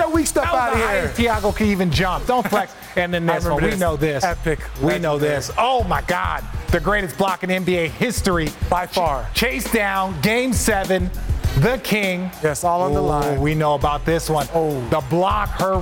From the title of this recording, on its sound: Live from Finals Media Day